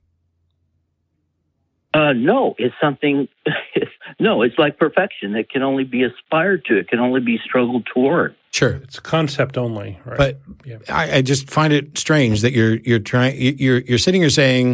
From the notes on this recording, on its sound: The Atheist Experience is a weekly Internet television show based in Austin, Texas geared at a non-atheist audience. Every week we field live calls from atheists and believers alike, and you never know what you're going to get!